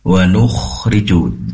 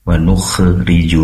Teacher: Nukhriju pastikan sifat rokhoh, yaitu mengalirnya suara, itu dilepaskan saja. · Shown in: first take · Wa nukhriju, jangan ditarik lagi atau digerakkan rahangnya sehingga menjadi wa nukhriju, lalu ada khnya tadi ya.